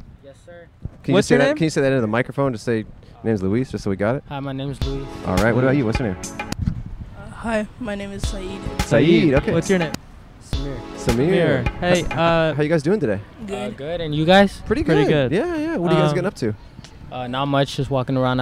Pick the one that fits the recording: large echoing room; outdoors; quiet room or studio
outdoors